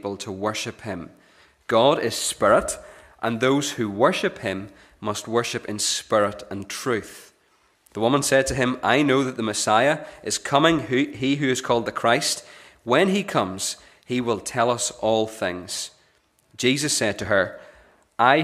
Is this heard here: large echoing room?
yes